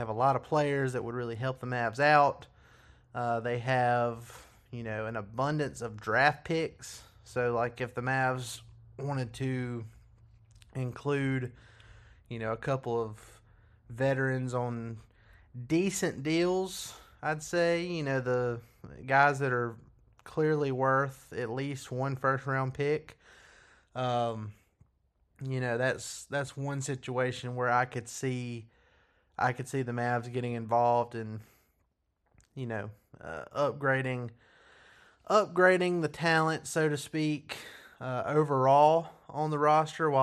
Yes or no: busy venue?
no